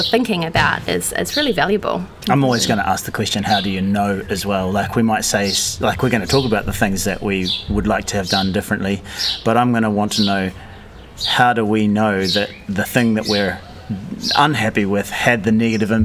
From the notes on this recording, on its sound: We recorded this one, for the first time, during the school day - during a 'free period' - and sat outside in the courtyard by the staff room and there was a chorus of birds to accompany our thoughts.